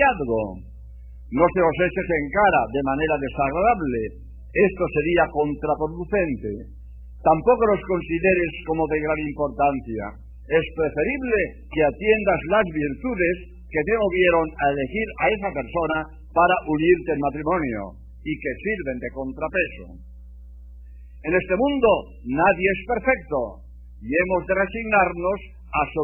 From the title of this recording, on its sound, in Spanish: Conferencia pronunciada en el CONVENTION CENTER de LOS ÁNGELES. California. EE.UU